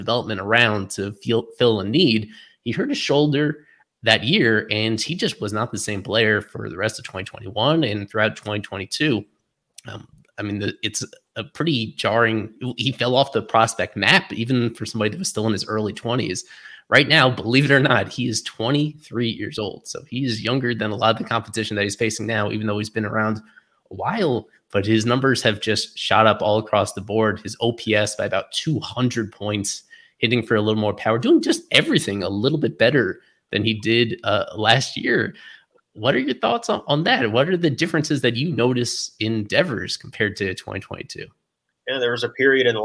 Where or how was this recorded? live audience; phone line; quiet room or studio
quiet room or studio